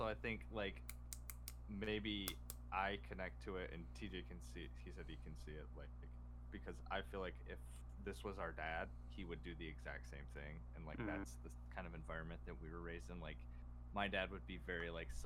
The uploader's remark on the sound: Back in the Vault, with some technical/audio issues since we didn’t have this whole podcast thing figured out yet.